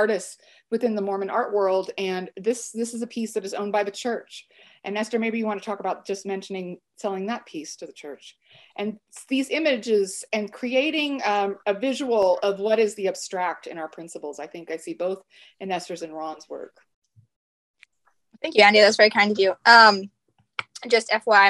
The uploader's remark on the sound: Webinar/Facebook Live series